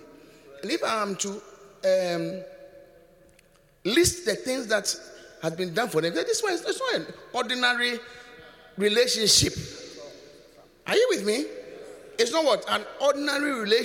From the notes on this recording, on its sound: Preached at The Qodesh